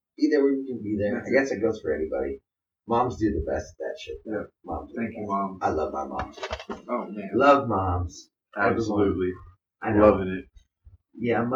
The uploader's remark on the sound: This episode, we messed up. Poor Poor audio.